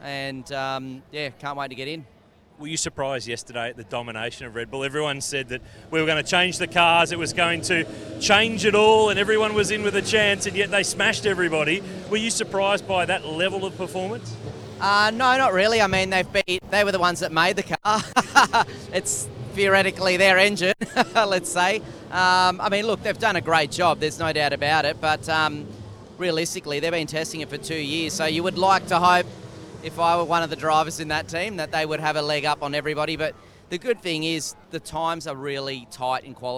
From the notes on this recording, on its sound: live from the Newcastle 500!